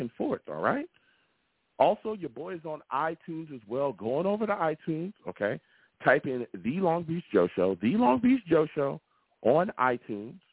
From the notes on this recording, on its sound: I take live callers!